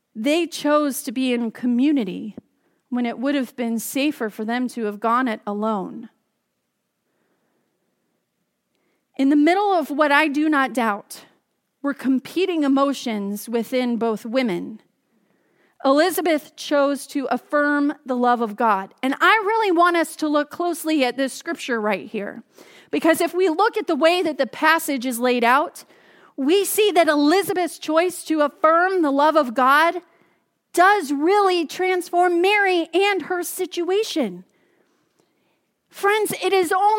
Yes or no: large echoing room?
yes